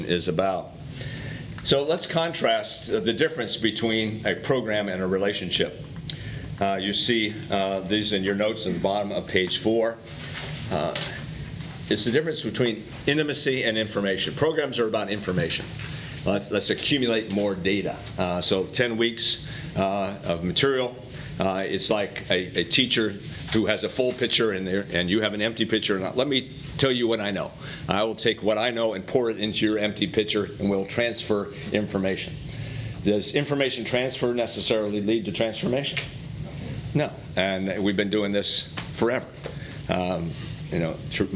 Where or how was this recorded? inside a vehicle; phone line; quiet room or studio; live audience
live audience